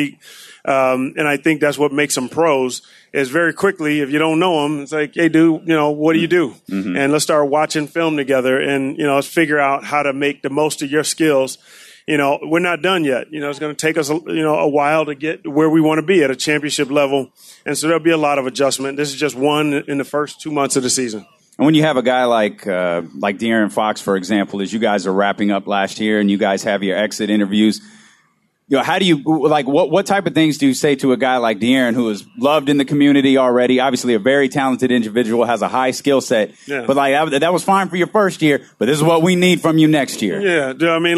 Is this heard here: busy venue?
yes